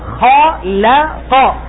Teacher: أنا أريد أن أفخم الخاء أرقق اللام أفخم القاف